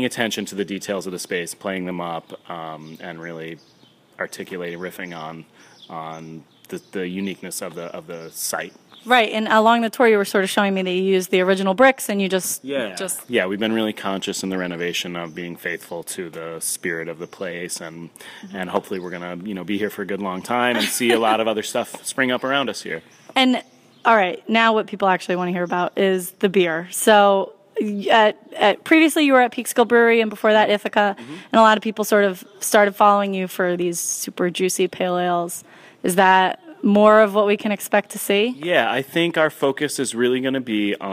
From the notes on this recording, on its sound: Recorded at Babe's in Haverstraw